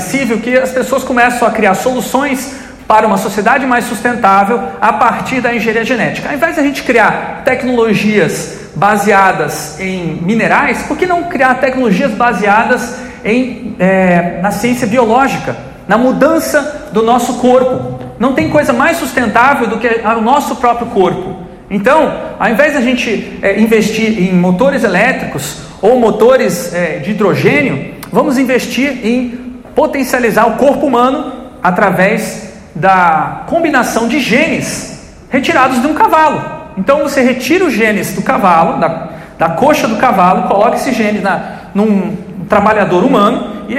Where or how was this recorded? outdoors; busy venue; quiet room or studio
busy venue